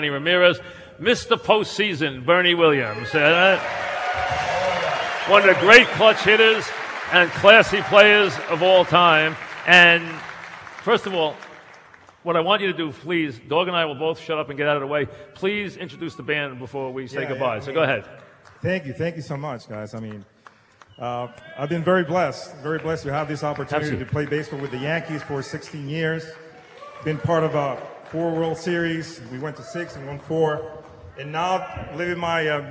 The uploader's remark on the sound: Live at the Tilles Center